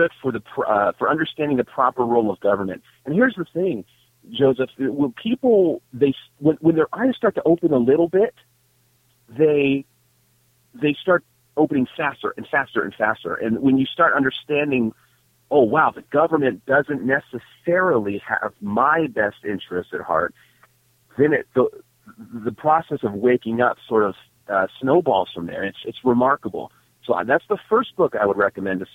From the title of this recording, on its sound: Live Halloween Prank Calls